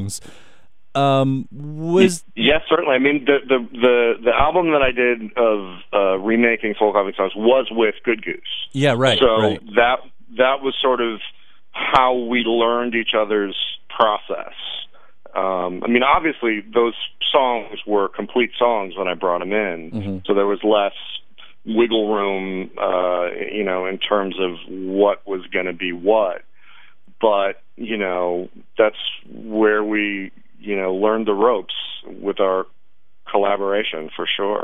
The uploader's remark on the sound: phone interview